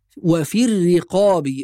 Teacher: الراء هنا راء مرققة نحافظ على ترقيقها لأنها مكسورة، ما نقولش وفي الرقاب، بعض الناس بتخلي الكسرة ميلة مش كسرة، فر ده خطأ، نقول في وفي الرقاب، نحقق الكسرة ونرقق الراء.